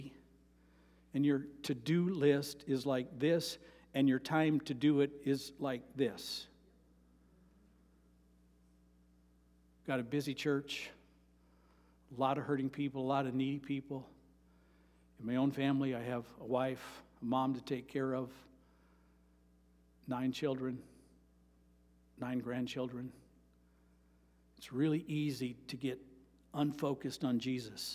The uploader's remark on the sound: Sermon preached on Mary 21, 2023 at Avondale Baptist Church